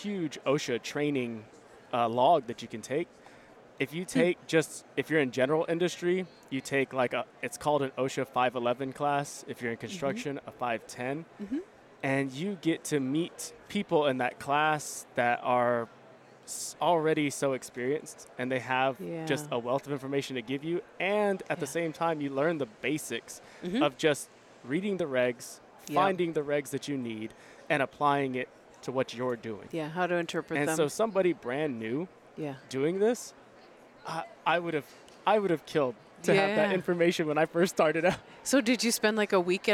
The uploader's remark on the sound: Live From ASSP Safety 2023